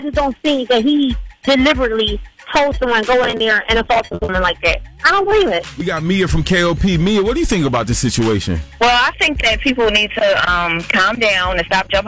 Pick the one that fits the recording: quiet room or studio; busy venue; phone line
phone line